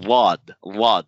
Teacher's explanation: Sibuwayh, for example, says that this is a lateral, emphatic lateral fricative.